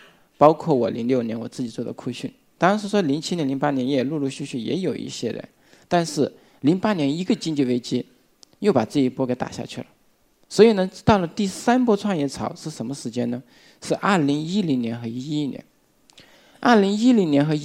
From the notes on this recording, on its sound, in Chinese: 一席现场